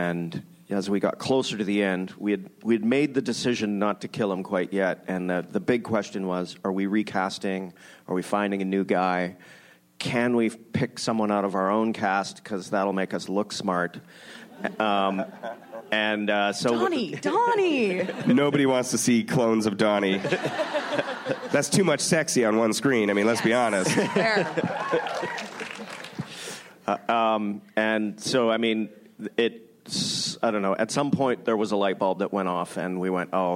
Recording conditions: busy venue